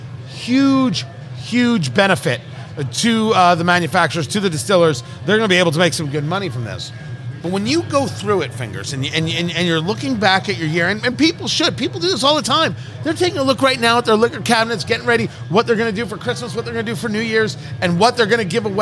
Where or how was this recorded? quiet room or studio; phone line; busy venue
busy venue